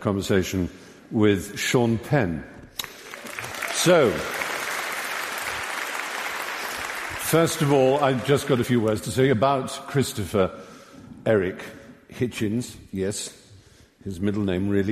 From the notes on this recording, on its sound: The event originally took place on the 11th November 2011 at The Southbank Centre’s Royal Festival Hall and was watched live by 2500 at the venue. At The Southbank Centre’s Royal Festival Hall and was watched live by 2500 at the venue, and by thousands more in UK cinemas and online.